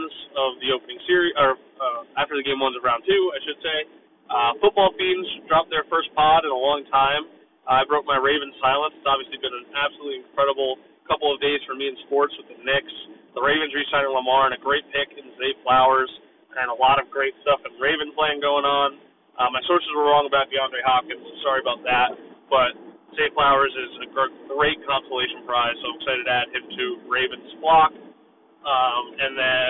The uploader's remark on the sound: Sorry for poor audio, but better than no audio!